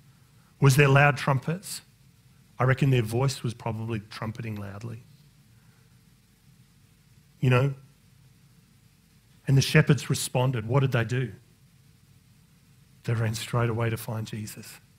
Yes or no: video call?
no